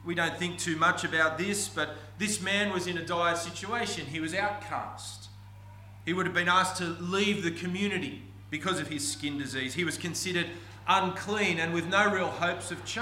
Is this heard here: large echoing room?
yes